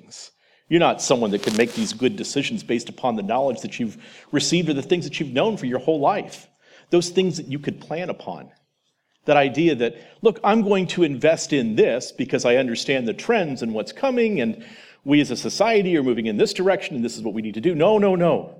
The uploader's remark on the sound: presentation from The Theology of Marxism Conference